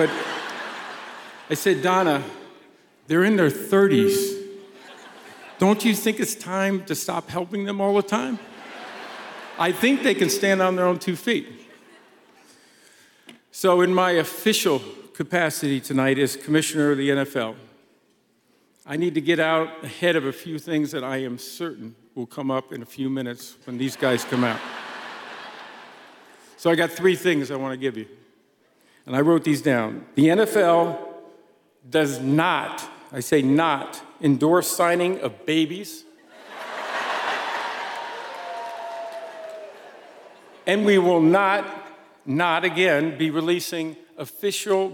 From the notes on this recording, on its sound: Our first-ever live show filmed in front of an electric crowd on April 26th at the historic Kansas City Music Hall is finally here!